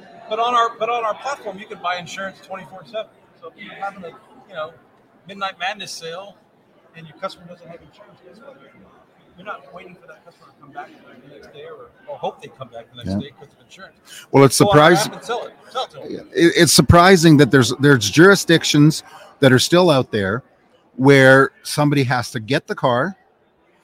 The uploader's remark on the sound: Ambush Interview at Driving Sales 2022 with the Auto Hub Show team.